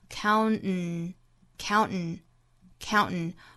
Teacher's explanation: 在美音之中，这个鼻腔爆破啊，就很像一个前鼻音了